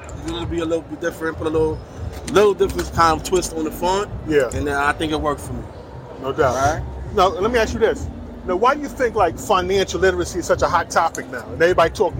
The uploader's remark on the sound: Live from InvestFest 2023